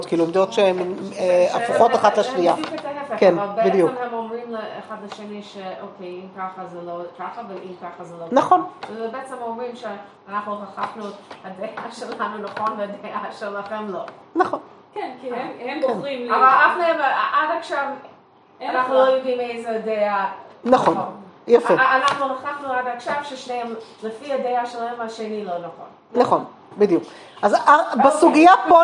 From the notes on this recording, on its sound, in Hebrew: השיעור הוקלט בחודש שבט ה'תשפ"ב בשיעור חי שניתן בישוב עלי לקבוצת הנשים שלומדת במסגרת תוכנית הבוקר של בית המדרש.